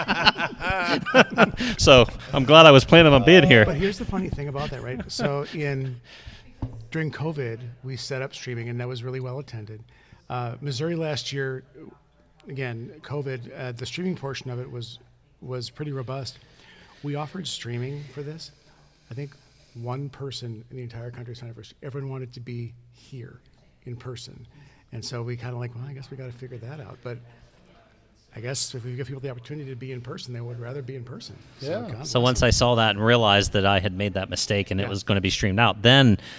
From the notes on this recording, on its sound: Live at the Conference! Records live during the Midwest Conference on Masonic Education!